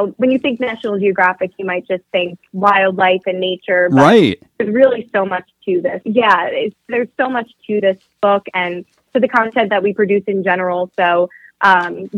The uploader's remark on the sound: called in for a fun chat